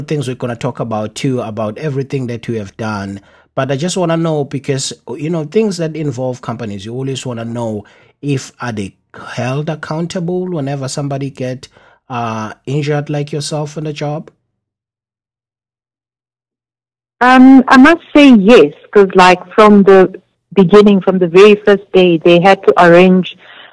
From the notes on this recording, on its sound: joined over phone